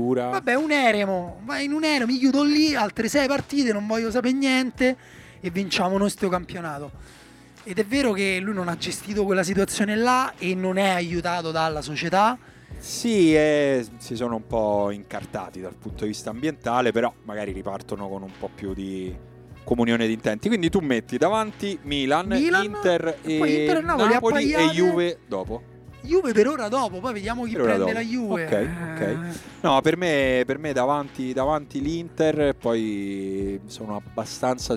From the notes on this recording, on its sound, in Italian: Live dal campo di Hic Sunt Leones per la No Border Cup